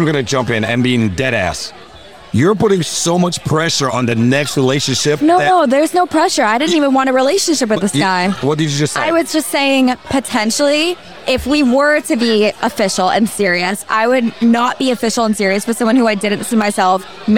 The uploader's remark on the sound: Recorded at American Social Las Olas